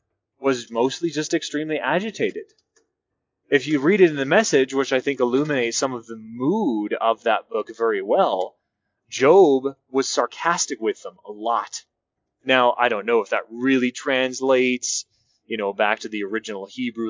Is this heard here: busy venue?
no